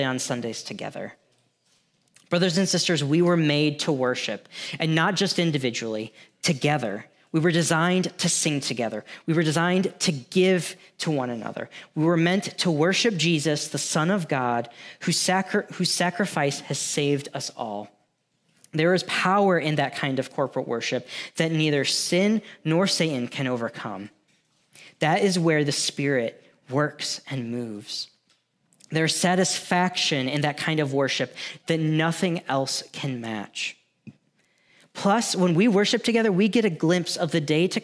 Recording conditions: large echoing room